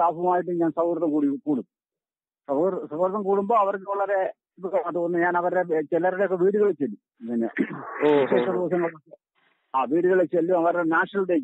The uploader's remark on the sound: Telephone Interview